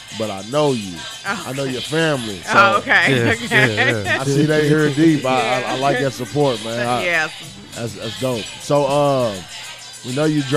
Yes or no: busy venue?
yes